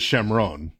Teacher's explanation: Greeks don't make the sound sh